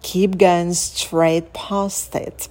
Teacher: В слове past будет долгий звук А. Дотяните его.